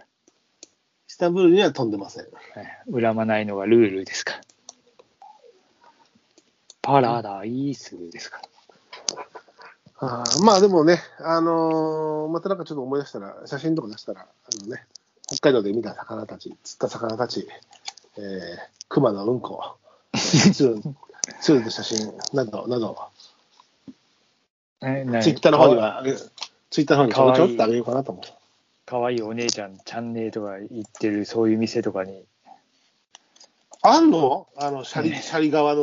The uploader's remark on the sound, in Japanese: ノイズが多くお聞き苦しい事お詫びします